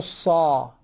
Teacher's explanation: أنا أريد أن أفخم لكن دون أن أميل بها نحو الضمة · أنا أعتمد على تفخيم الصاد وفتح الفم عند الألف، والصاد أيضا مفتوحة